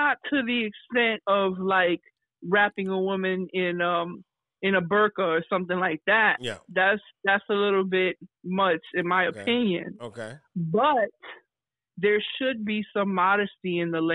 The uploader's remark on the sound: The Counselor live (Interviewers a Caller).